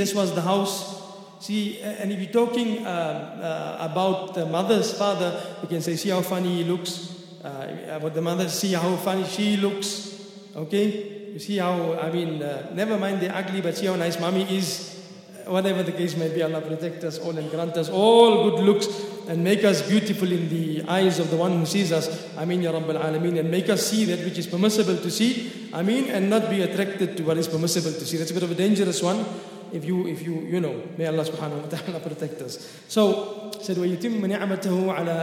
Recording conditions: large echoing room